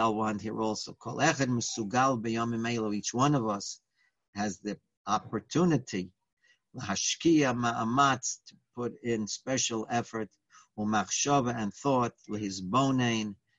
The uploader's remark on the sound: Live On Zoom